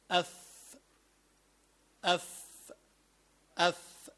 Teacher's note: مخرج الفاء هو بطن الشفة السفلى، يعني من جوا هيدا البطن، من جوا إلى مع أطراف الثنايا العليا